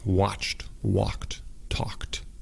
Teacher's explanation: Porque yo escucho muchos hispanohablantes a veces diciendo como que I watched, I walked. No son dos sílabas en este caso. Es una sola sílaba y es un poco difícil porque son como muchos consonantes juntos.